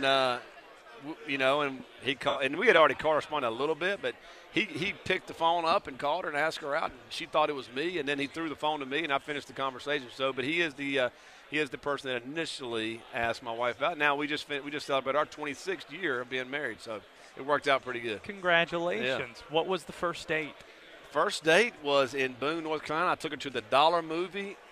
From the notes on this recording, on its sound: Live from ACC Kickoff in Charlotte